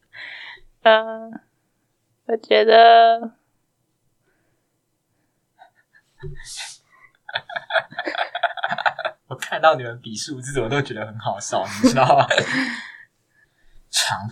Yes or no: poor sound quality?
yes